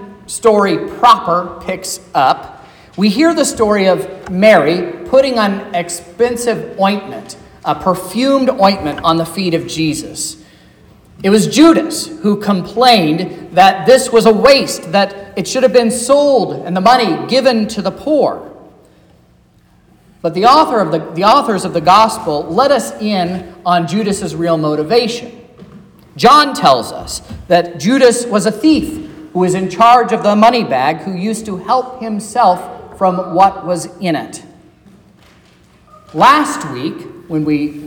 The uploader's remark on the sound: This is the sermon preached at Trinity Lutheran Church in Vallonia, Indiana, on Wednesday, March 8th, 2023